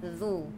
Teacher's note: pastikan zu. Berbunyi baris depan. Jangan bunyi O.